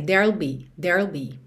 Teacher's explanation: você tá no R com a língua enrolada, there'll, e já põe o L